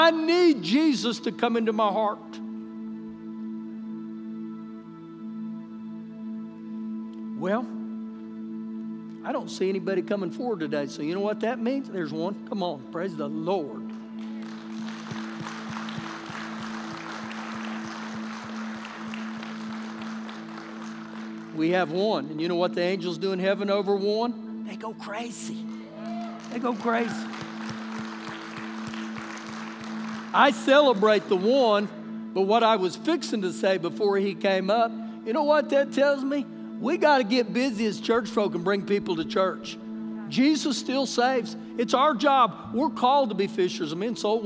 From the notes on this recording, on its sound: Recorded live during our Sunday morning service.